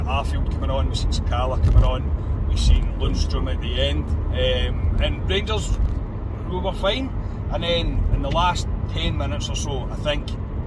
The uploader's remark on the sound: Our reaction from the car after leaving Ibrox.